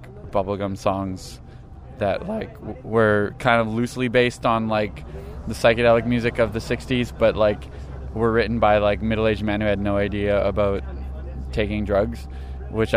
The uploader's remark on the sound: Outside the Media Club before a Monday night show. In the middle of our chat, he got into a fight with his roommate about all the records that were clogging up their living room.